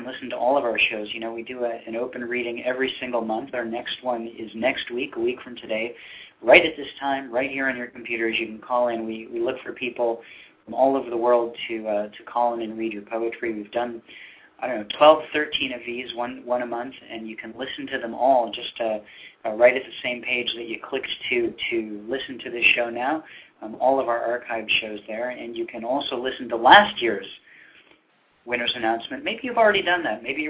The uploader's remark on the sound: This special PSH Live event. Several of the top 10 scoring poets were listening and called in to read their poems including first and third place! Live dramatic drum rolls over the phone as well.